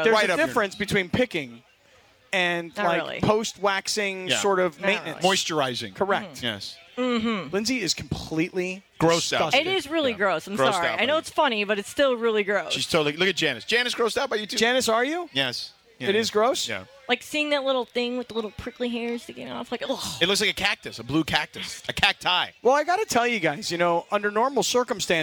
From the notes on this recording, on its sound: LIVE from Bastards Canteen in Downey to celebrate Veterans Day!